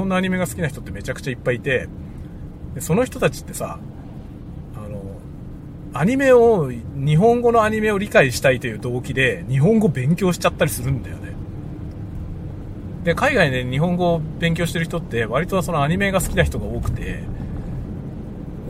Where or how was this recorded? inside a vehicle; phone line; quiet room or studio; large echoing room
inside a vehicle